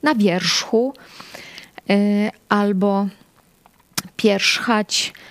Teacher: Dzisiaj wymawiamy rz jako ż, ale dawniej wymawialiśmy tę głoskę jako rż albo rsz. To była głoska tak zwana frykatywna, taka wymowa frykatywna, czyli rż albo rsz.